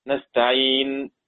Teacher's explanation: نقف على نستعين بالسكون ونعطي إشارة لمن ينظر أن أصل هذه النون ضمة فنضم الشفتين بدون صوت · Term: الاشمام